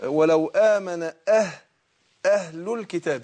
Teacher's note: حقق الهاء لأن الهاء حرف خفي حرف خفاء ضعيف لابد أن أنا أخوي بإيه أن أنا أحقق إيه مخرجه.